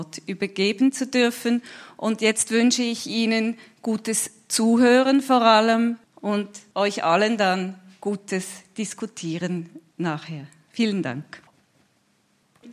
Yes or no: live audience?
yes